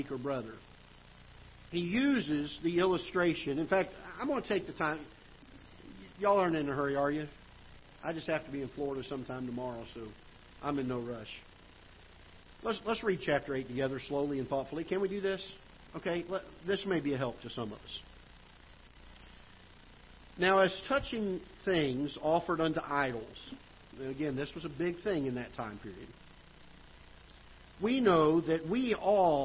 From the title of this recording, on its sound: Ketha Heights Baptist Church ~ Live Broadcast